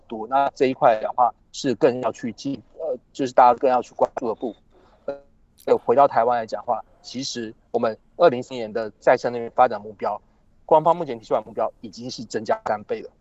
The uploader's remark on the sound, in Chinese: 本集節目因越洋連線，音質不好，請多多見諒！